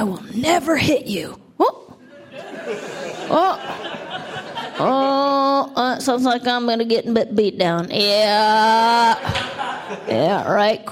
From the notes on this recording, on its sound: A standup set. Recorded at our last Laugh Night, a benefit for Art Share in Los Angeles.